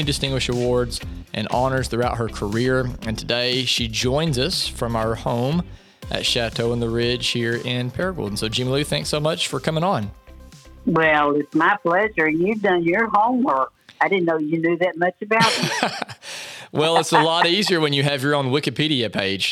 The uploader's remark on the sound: joins us on the phone from her home in Paragould